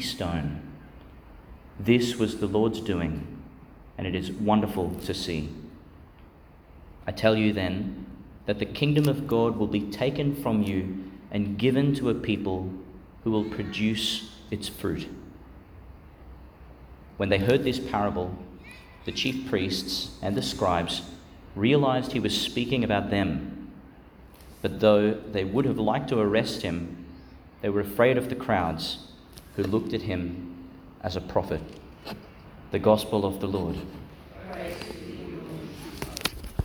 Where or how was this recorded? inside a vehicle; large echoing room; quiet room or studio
large echoing room